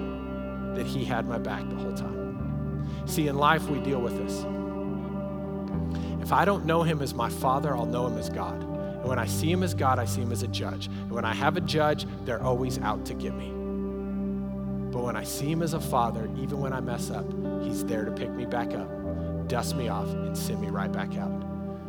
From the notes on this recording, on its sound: Recorded live during our Sunday morning service